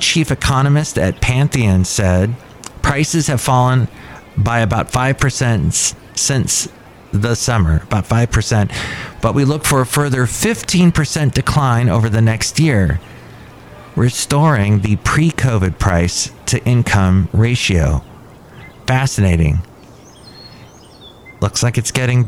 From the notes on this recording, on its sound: podcasts live from Café Anyway